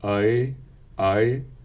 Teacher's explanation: the realization of the old-fashioned New York City nurse is from below schwa to much higher than schwa, oi. In that sense, it's just changing the angle, oi.